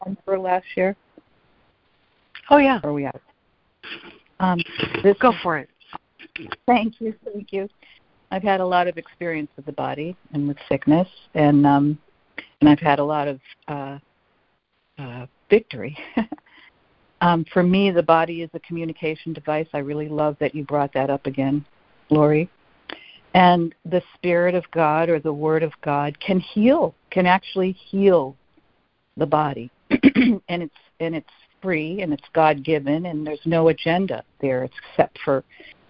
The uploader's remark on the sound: ACIM Daily Conference Call.